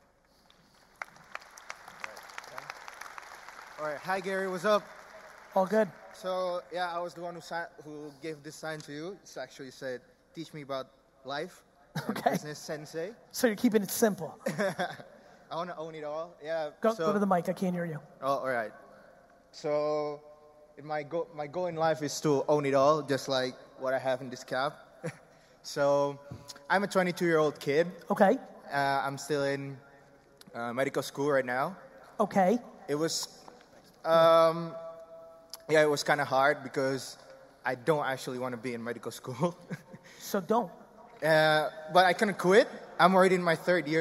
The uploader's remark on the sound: Melbourne 2019 Keynote. This episode is a fire keynote I did in Melbourne a few weeks ago.